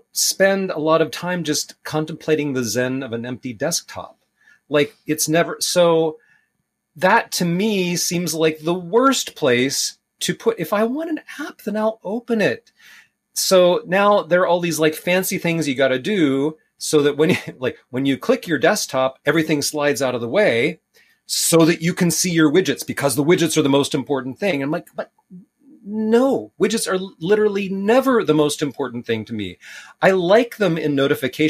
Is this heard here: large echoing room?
no